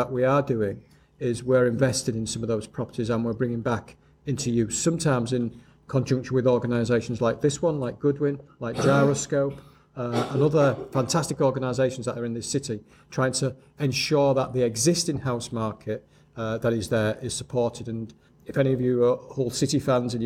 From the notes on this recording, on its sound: This podcast episode was recorded as a panel discussion at Hull and East Riding Citizens Advice Bureau's 'Helping People Through Crisis' event.